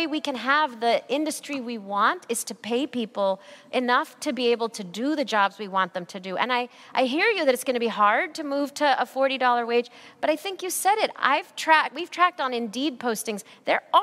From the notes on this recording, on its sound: Live from The Cheech Marin Center for Chicano Art & Culture at the Riverside Art Museum.